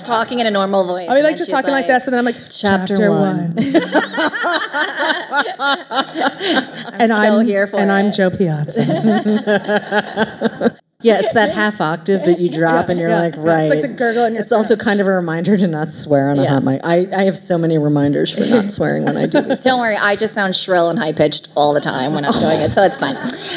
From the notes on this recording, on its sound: live at Barnes & Noble Union Square